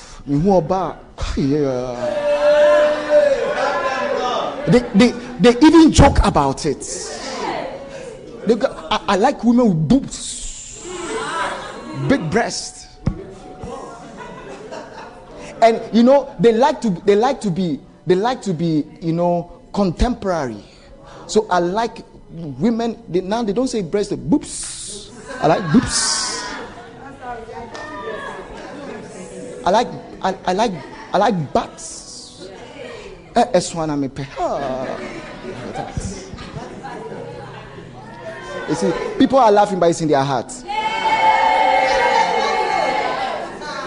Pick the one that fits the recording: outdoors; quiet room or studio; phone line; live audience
live audience